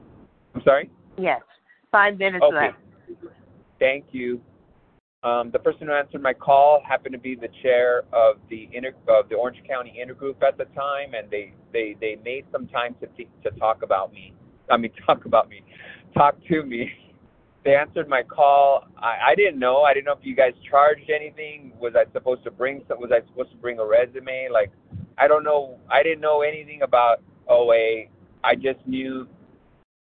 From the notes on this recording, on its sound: from the 100 Pounders Phone Meeting, 5/9/23